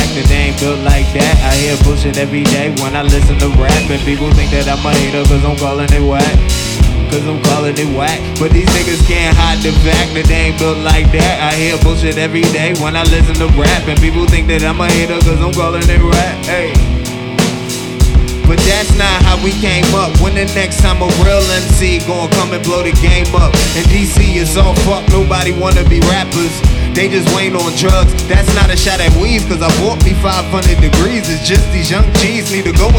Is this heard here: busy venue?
yes